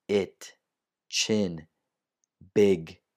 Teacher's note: E è più indietro ed è più basso e questo produce suoni come it, chin, big.